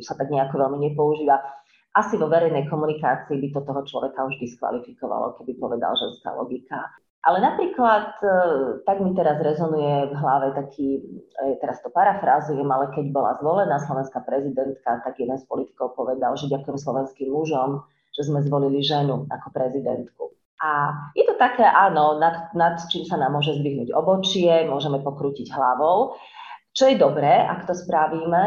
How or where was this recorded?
video call